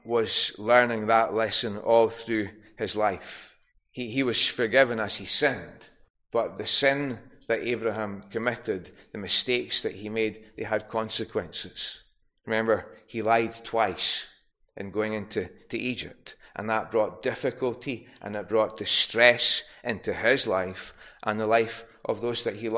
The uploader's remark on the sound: recorded at North Harris Free Church on the evening of Sunday, 4th June 2023